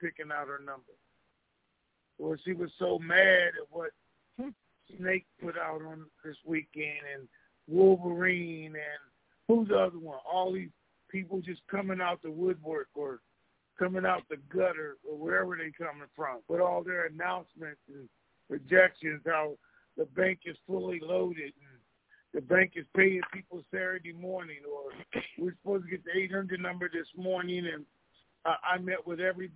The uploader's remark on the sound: Conference Call.